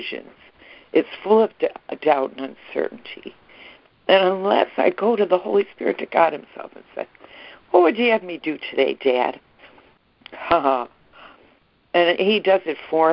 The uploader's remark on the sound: ACIM Daily Conference Call